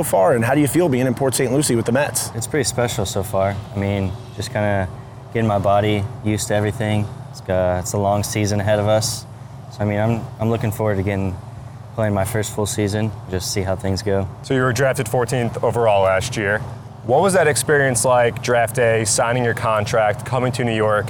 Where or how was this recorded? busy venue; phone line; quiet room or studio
busy venue